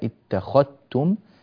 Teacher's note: اتخذتم، وهذه الذال مع التاء تحتاج إلى إدغام، هكذا الرواية اتخذتم، فلا يعود هناك وجود لهذه الذال في النطق على الإطلاق، وإنما من خاء إلى تاء مباشرة